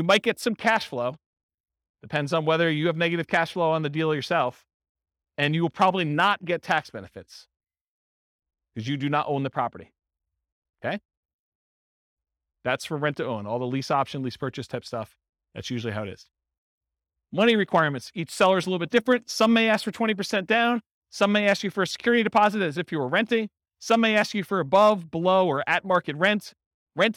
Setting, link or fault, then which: setting, live audience